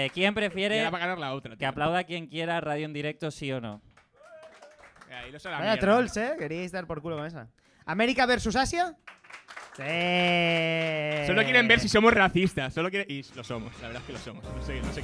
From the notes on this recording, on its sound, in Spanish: En Octubre llevamos a cabo un Live Show muy duro del cual solo se conserva la mitad.